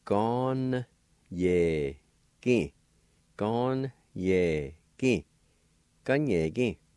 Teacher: most of the time, you're going to hear a speaker leaving the I silent